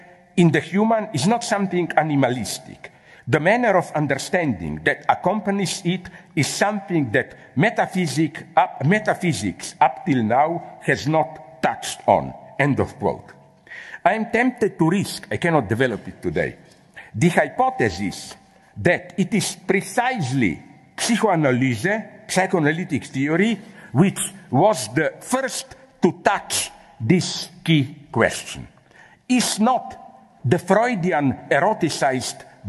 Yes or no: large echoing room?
yes